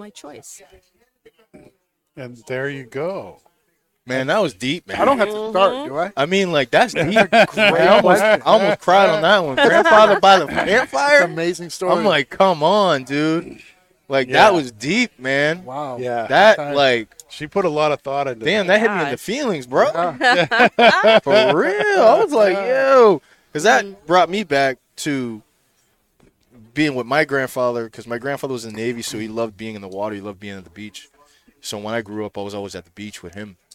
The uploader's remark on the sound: Recorded live from the 7-20-4 Lounge!